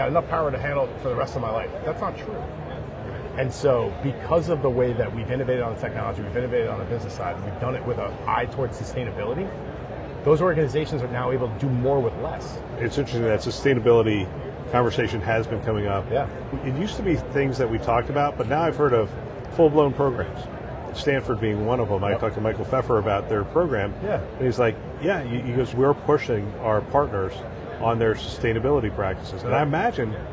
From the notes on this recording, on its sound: Interview in Action live from ViVe 2023